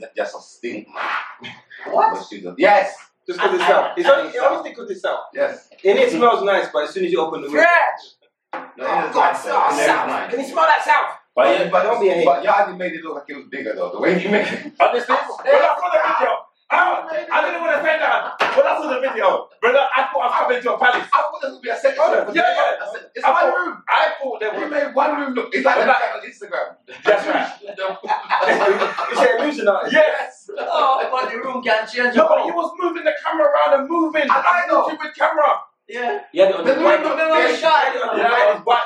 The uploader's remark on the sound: messed up the recording